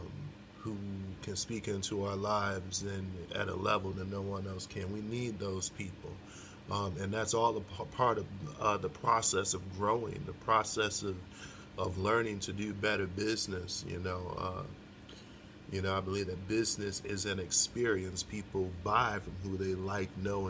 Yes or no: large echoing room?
no